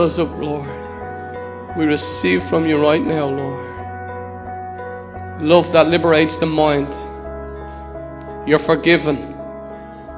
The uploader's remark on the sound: Recorded live in Liberty Church on 30th June 2019